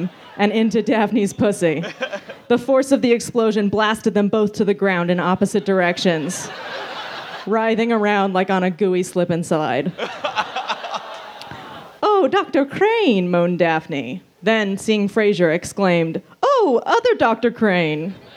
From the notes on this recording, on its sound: Recorded Aug 10, 2013 at the Outside Lands Fest in San Francisco.